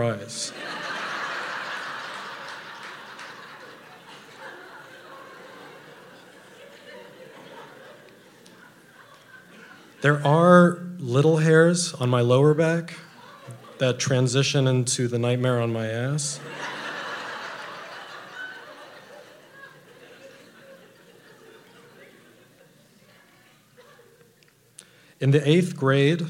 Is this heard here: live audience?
yes